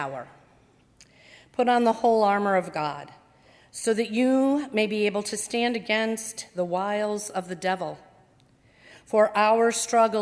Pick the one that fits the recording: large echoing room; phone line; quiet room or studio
large echoing room